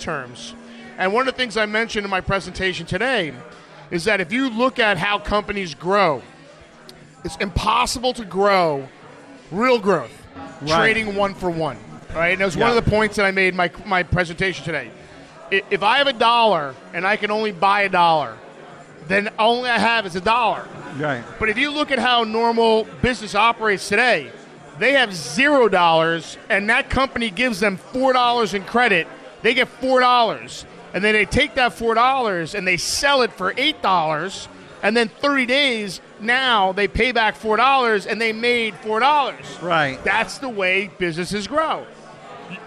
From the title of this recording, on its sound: Live From The 2019 USCC Expo